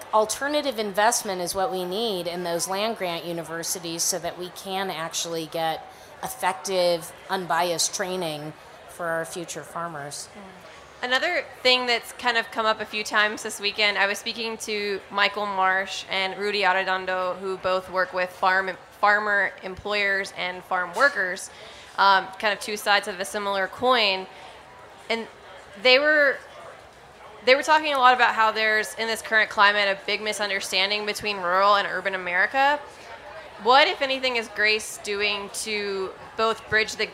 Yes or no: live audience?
yes